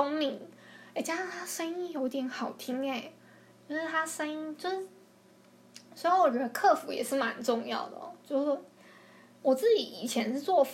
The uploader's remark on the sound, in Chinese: 抱歉我後來發現收音的時候收到電腦的聲音